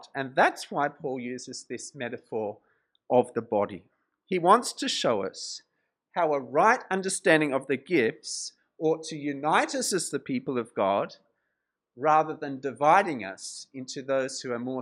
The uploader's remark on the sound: This sermon was preached at Covenant Grace Church, Penang on 31st July 2022.